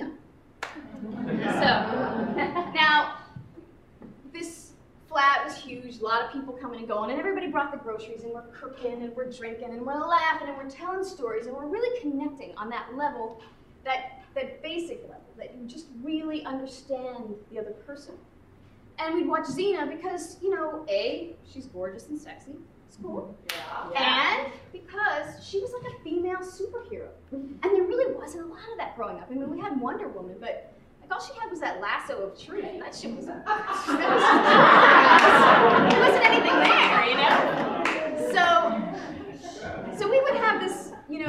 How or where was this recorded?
live audience